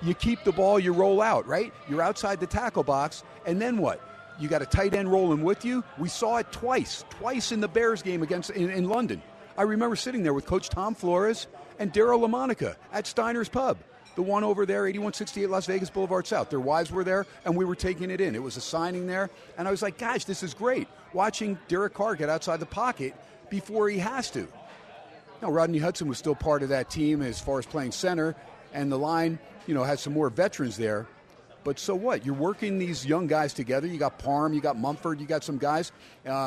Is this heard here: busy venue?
yes